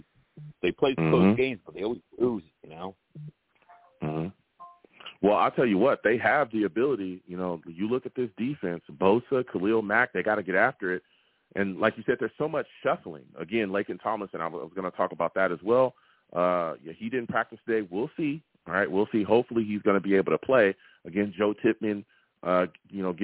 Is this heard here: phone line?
yes